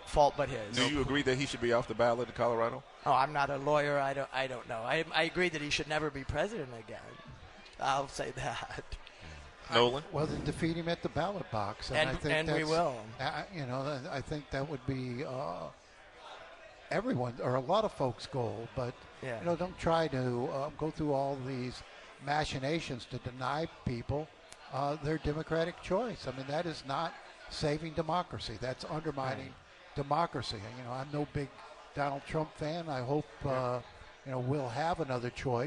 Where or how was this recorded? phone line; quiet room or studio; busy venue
busy venue